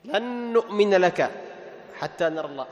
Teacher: إدغام النون في النون، صاحب الإدغام إيش؟ غنة.